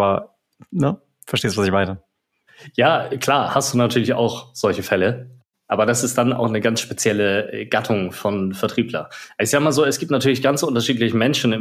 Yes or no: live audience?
no